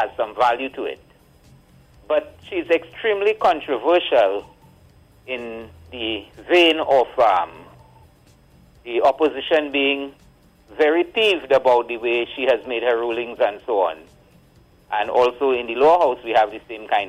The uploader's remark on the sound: During this hour we take calls from our audience